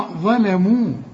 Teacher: ظ فخم الظ، رقق الايه اللام والميم كمان مرقق